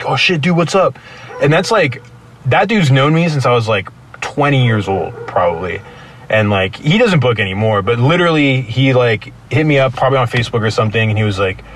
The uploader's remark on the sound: sit down outside a gig in San Jose California